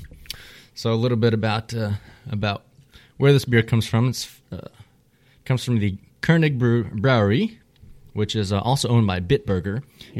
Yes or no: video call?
no